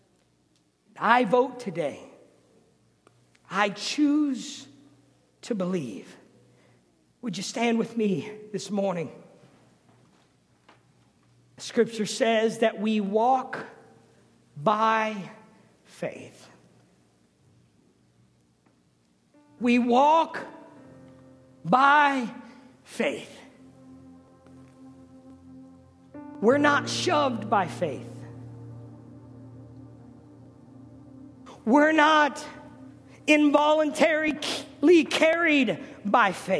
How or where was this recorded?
large echoing room